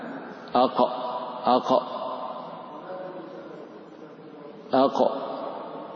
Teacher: وفي اللسان 10 مخارج، أول مخارجها في ترتيب البعد عن الخارج أقصى اللسان مما يلي الحلق، القاف أقصى اللسان مع الحنك الأعلى